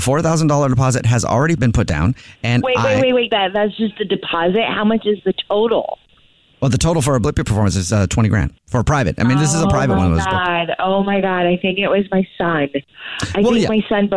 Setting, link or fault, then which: link, phone line